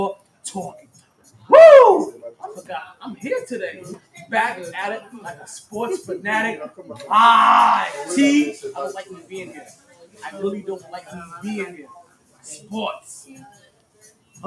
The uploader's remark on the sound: Monday Night Football live from Sharkeys.